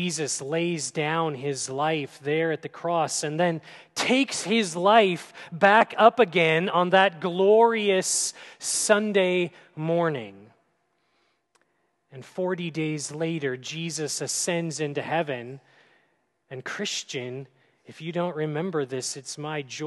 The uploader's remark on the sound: at Grace City Church in Fargo, North Dakota